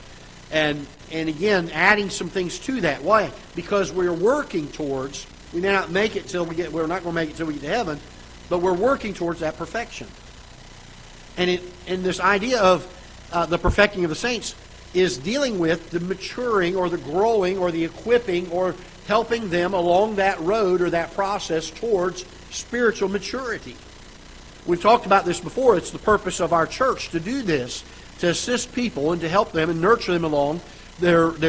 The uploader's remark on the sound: Ketha Heights Baptist Church ~ Live Broadcast